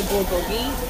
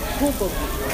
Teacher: Like, there's an airiness to the B. · Shown in: second take